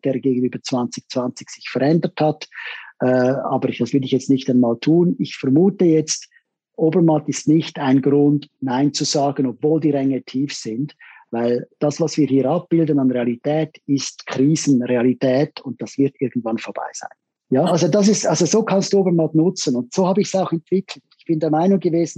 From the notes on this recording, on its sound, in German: im wöchentlichen Zoom-Call